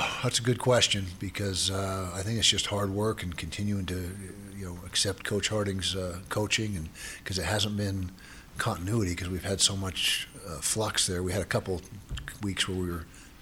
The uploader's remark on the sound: press conference